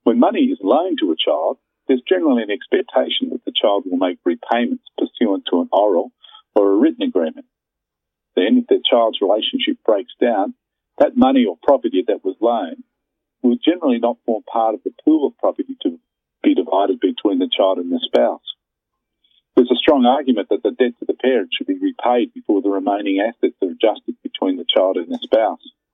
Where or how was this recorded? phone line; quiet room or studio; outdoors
phone line